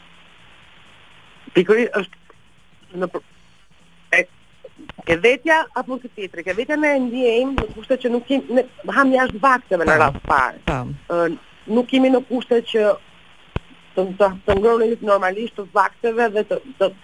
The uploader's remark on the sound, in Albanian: Nëpërmjet një lidhje telefonike për “Live From Tirana”.